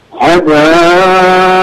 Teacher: حدائق عندك فيها مد متصل، فحاول انك تمدها شوي زيادة على اللي مديتها